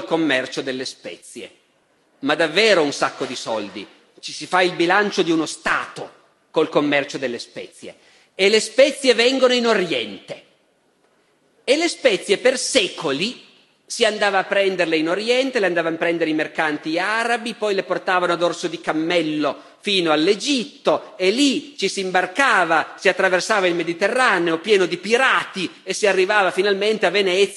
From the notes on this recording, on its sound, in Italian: Festival della Mente, 2013. Dal Festival della Mente di Sarzana del 2013.